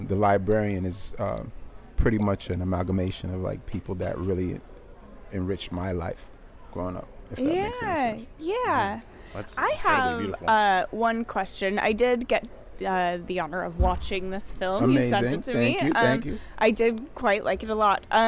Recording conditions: busy venue